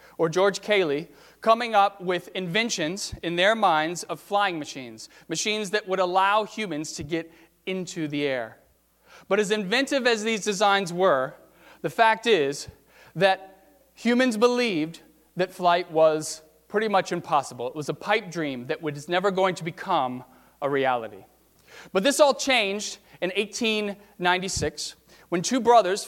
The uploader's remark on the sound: during the 9:00 AM service on Sunday March 31, 2019, at First Presbyterian Church of Arlington Heights, Illinois